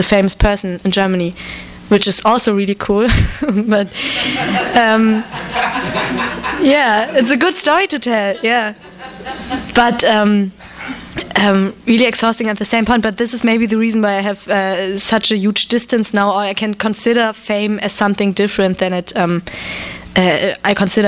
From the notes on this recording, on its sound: THIS EVENT WAS RECORDED LIVE AT SKYLIGHT BOOKS.